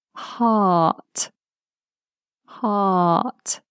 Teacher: You might notice that when I'm saying the word heart. I'm giving you a long R vowel and I'm not pronouncing the letter R, or the sound R. I'm not saying heart, heart, heart.